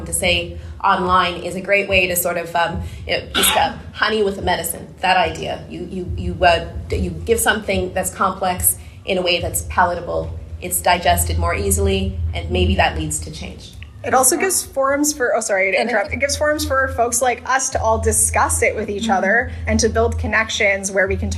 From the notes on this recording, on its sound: Live panel recording from Montreal Comiccon 2022